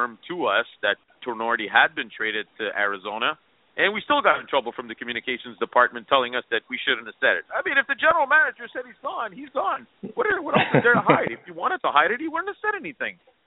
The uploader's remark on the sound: It is the most interactive and informative Canadiens podcast as we take your phone calls.